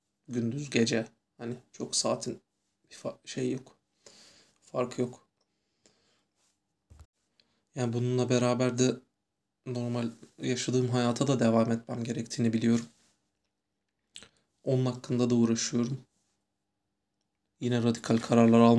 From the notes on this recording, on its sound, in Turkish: Kayıt telefondan yapıldığı için kulaklarınızdan özür dilerim.